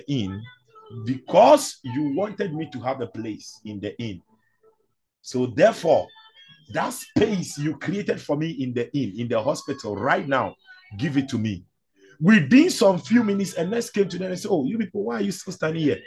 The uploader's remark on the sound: ZOOM SESSION